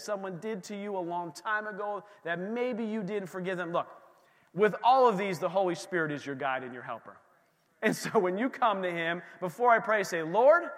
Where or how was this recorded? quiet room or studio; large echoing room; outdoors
large echoing room